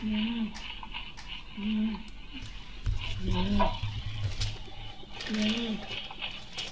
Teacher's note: Yes, so let's talk about Sridor, and first of all, Sridor, what is Sridor? Sridor is a high-pitched, predominantly inspiratory sound